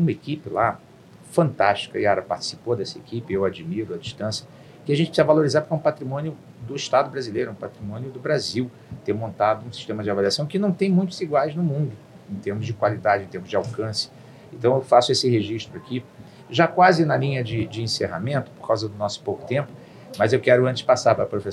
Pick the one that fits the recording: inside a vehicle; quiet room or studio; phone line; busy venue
busy venue